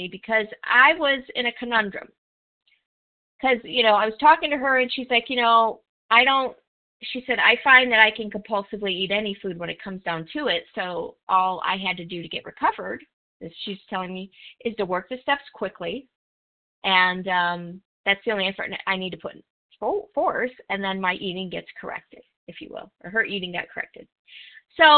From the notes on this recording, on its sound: from the 100 Pounders Phone Meeting, 10/14/23.